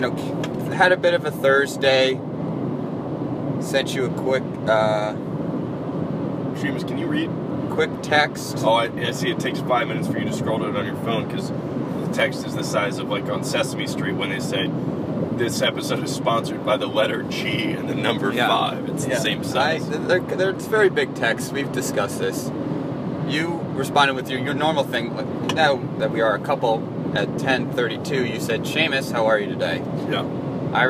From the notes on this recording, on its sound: This episode was recorded from the road on the way to our annual offsite in Tahoe. FAIR AMOUNT OF ROAD NOISE AND GPS DISCUSSION.